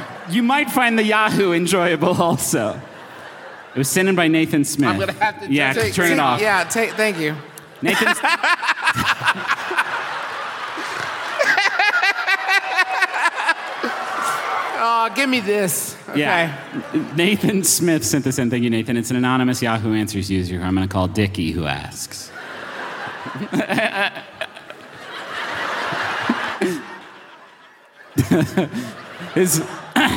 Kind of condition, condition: setting, live audience